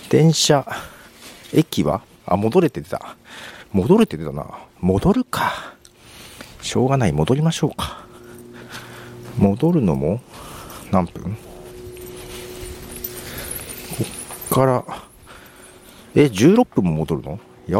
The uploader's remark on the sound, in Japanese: 仕事納めが早めに終わったの、あまり行かないところを散策し、早めの昼飯を食べつつ、歩きながら収録しました。